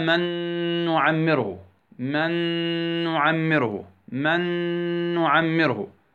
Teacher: ذهبت النون والصوت للنون الثانية، وبقيت صفة ماذا؟ الغنة